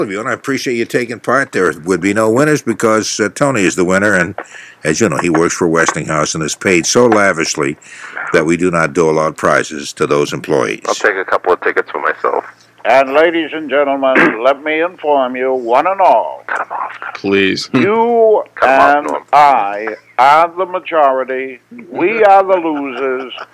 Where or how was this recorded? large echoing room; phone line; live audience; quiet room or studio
phone line